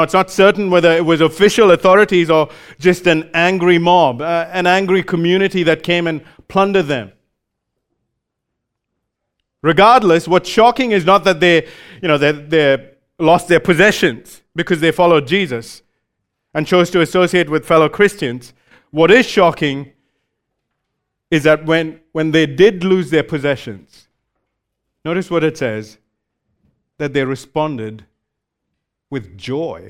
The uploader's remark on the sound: recorded live at Grace Community Bible Church